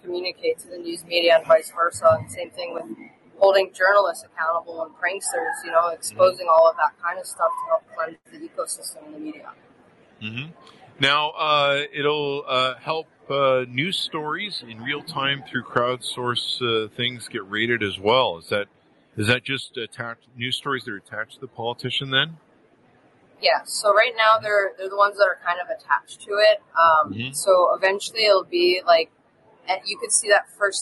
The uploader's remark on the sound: Interview At Collision Conference 2022